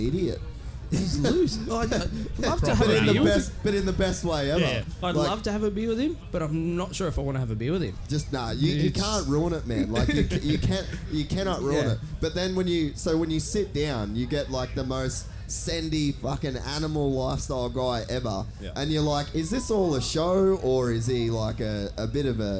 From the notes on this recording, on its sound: Another amazing Day in the Dirt Downunder has been and gone. This year we decided to take the Castor Couch and put on a live show for all of the Gypsy Gang in attendance!